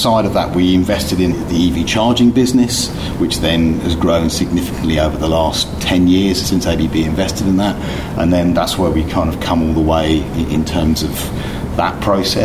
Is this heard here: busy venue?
yes